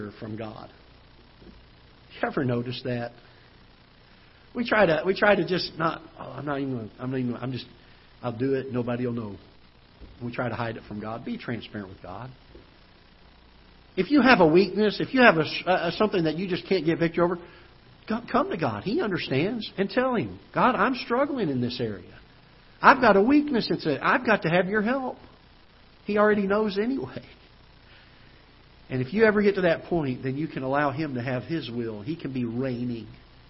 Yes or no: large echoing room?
yes